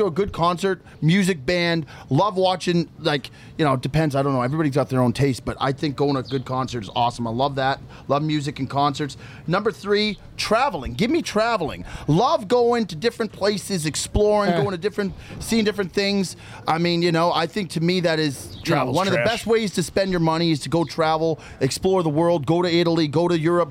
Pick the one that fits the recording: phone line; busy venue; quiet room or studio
busy venue